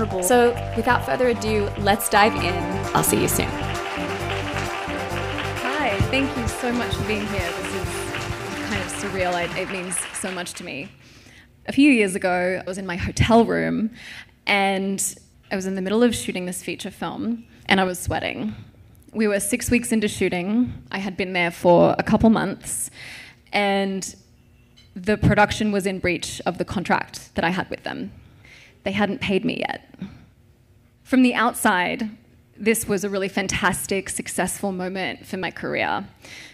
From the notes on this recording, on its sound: At Aviator Nation Dreamland in Malibu at the official indie spunk Podcast launch party. In this special LIVE episode. At Aviator Nation Dreamland in Malibu at the official indie spunk Podcast launch party.